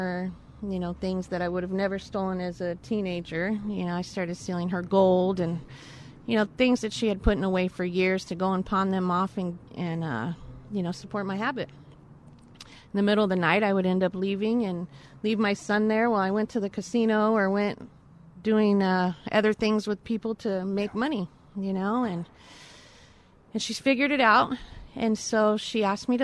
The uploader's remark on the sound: Live From Long Beach Rescue Mission